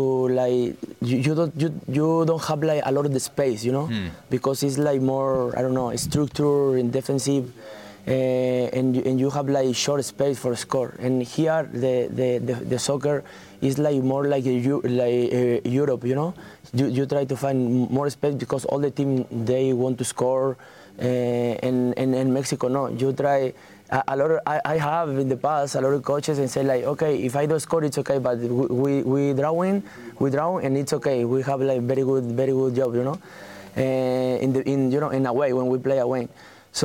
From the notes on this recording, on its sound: live from Miami for MLS Media Day